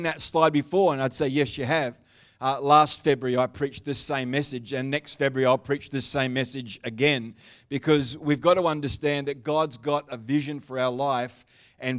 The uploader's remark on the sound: The live stream of Destiny Church Atherton.